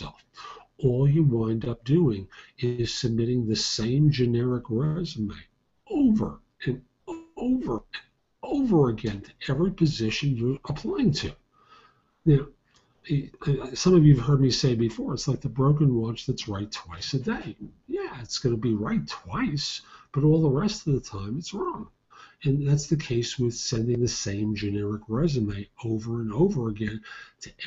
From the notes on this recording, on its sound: Originally recorded as a Google Hangout simulcast as a live show